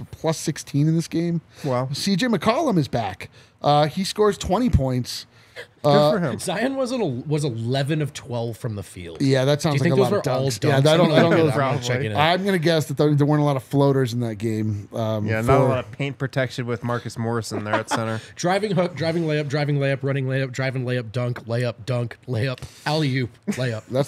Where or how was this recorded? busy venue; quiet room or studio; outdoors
busy venue